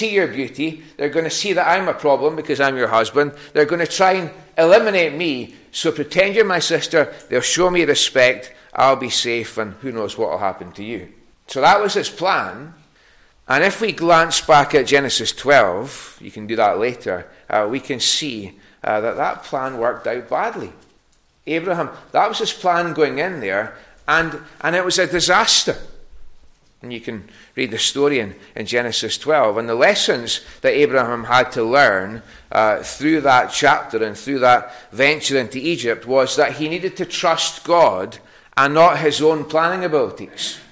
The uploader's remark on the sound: recorded at North Harris Free Church on the evening of Sunday, 5th March 2023.